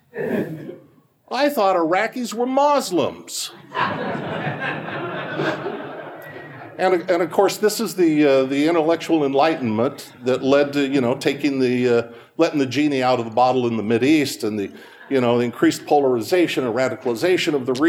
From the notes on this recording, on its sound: Recorded at the Mises Circle in Phoenix, Arizona, on 7 November 2015.